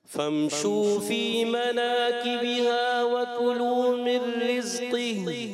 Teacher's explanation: رزقه را کو باریک رکھیں گے